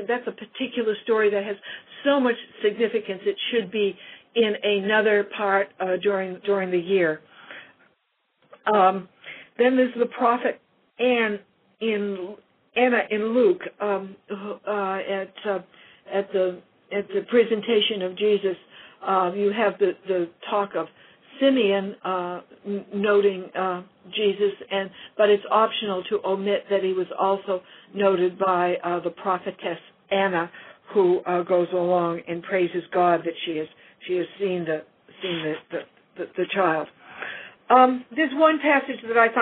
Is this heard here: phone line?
yes